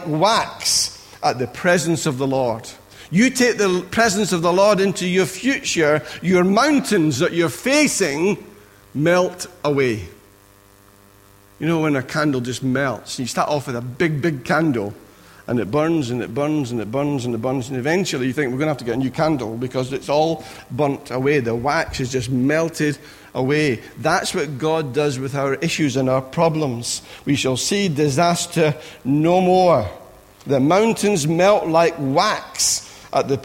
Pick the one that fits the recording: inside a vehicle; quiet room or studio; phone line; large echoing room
large echoing room